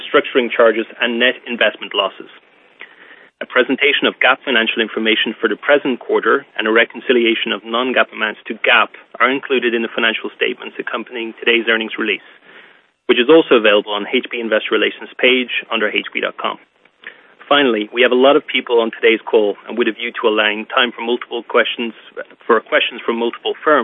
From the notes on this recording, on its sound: Listen to an audio podcast of the earnings conference call.